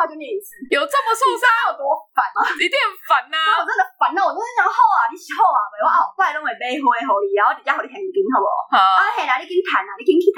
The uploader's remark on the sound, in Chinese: 本集音質不好。